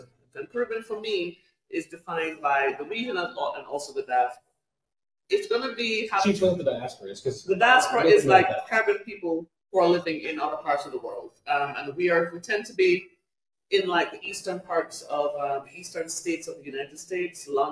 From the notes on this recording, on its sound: live from Kingston, Jamaica at the Entrepreneurs Across Borders Beyond the Beach Conference